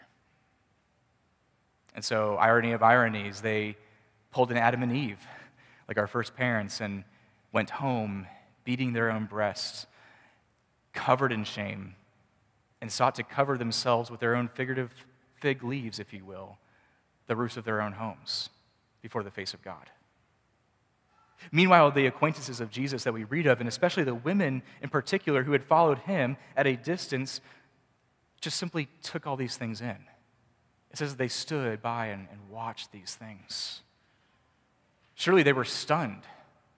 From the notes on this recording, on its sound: Preached at Mercy Presbyterian Church, PCA (Forest, VA)